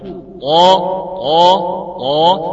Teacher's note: استعلاء الاقصى بيبقى في الطاء اقوى من استعلائه في التاء